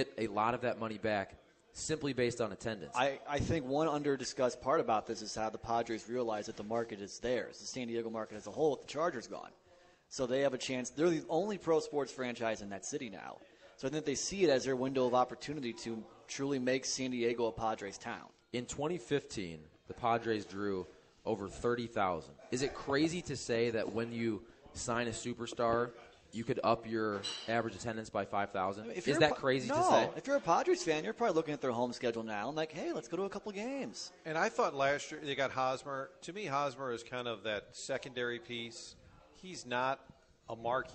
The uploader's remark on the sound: broadcasting live from 1860 in Soulard